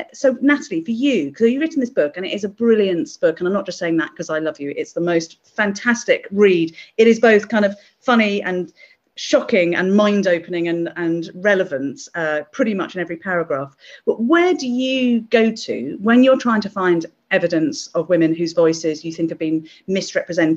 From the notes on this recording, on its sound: This talk was recorded at the online 5x15 event in May 2021.